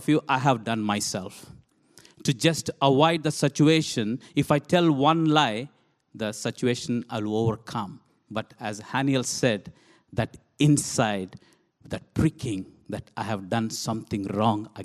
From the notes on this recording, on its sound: This sermon was recorded on Sunday 13th August 2023 at our Putnoe venue.